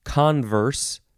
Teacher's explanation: It, it is pronounced converse, first syllable is emphasized